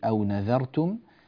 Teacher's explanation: فالذال هنا ذال مرققة، ولا نقول أو نظرتم، بعض الناس يفخم هذه الذال فتصير مثل الظاء فيقول أو نذرتم نظا ظا، وهذا غير صحيح.